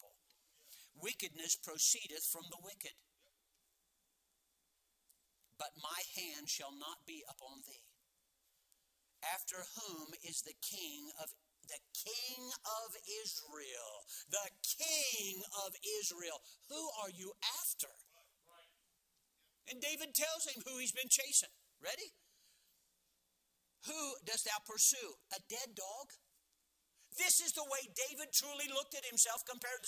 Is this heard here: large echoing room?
yes